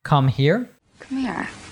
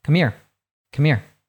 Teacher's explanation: We completely drop that H sound there. · Shown in: second take · Term: reduction of the H sound